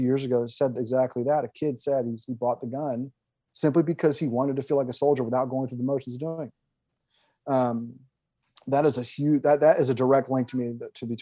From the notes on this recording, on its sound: This live recording was made November 1st on Twitter Spaces